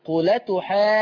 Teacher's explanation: بنشيل الهمزة وناخد الحركة اللي على الهمزة نحطها على اللام · Term: النقل